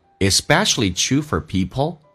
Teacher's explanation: For 不被强调，说成一个 F 加个儿化音 for，而且用降调来读